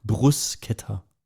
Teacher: Richtig. Also Betonung liegt auf dem Brus und dann K-E-Ta. Bruschetta.